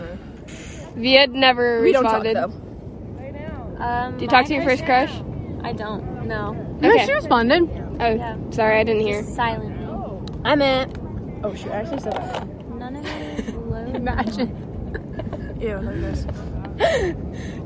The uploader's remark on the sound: we finally meet up in person at the beach